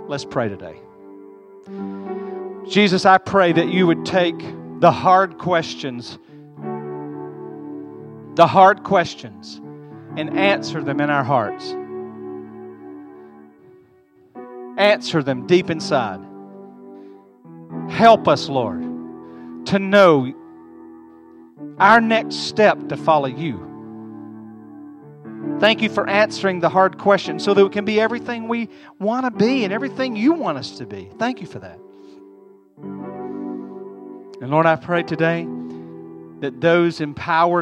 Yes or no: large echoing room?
yes